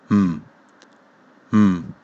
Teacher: Here 注意，卷舌。Here, by that,that。这里要注意，TH，轻咬舌尖。V，V。A 的发音。A，A，that，that，that。Name，注意，N 的发音。嗯。嗯，舌尖顶上齿龈。气流从鼻腔发出。嗯，嗯。A space E 的发音。A，A，内。最后一个 M 的发音。嘴巴、嘴唇、闭上。挡住气流。从鼻腔发出声音。